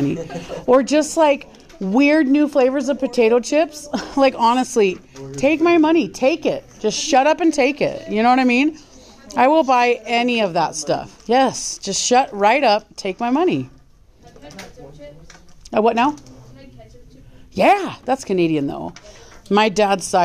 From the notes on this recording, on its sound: This is a recording of an in-class guided peer review